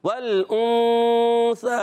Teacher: آپ نے زبان کو ٹچ کرنا ہے پھر ناک میں آواز لگ جائے